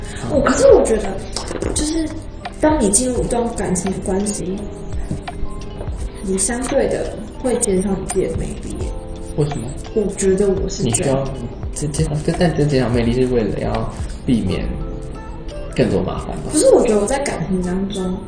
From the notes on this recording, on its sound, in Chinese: 臨時的錄音所以來不及備上器材